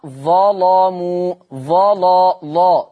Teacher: قرأ ورش بتغليظ اللام، تغليظ اللام في لفظي ظلموا